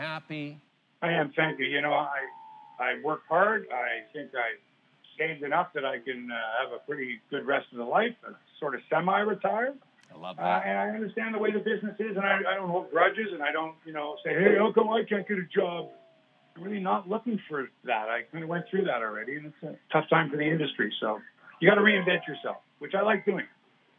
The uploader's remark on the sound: Apologies for the phone-audio quality in this weeks pod